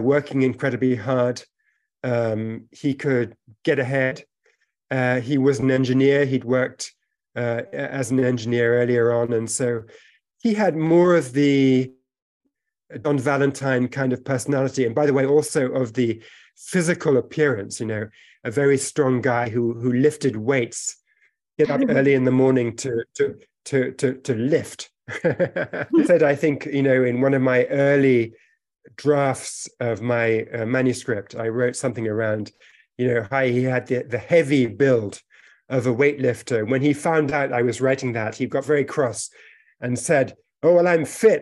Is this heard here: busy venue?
no